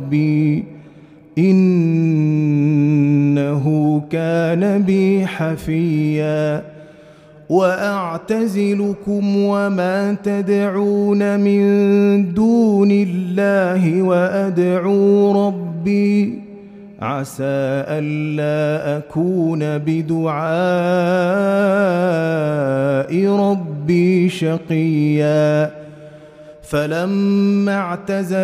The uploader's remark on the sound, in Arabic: مسجل من صلاة التراويح بمسجد السلام بحي مشرفة بجدة.